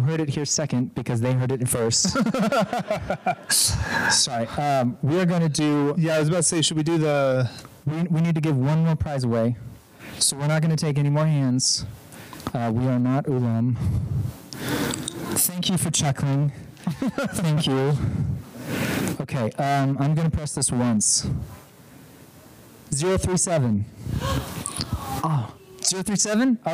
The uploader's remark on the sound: We're Live from Dragonsteel 2023. Please forgive the audio quality if possible.